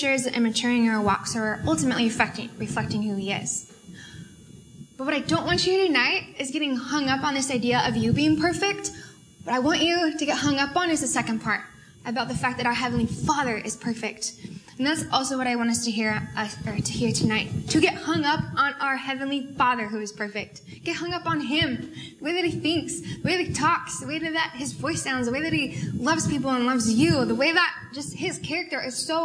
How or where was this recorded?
live audience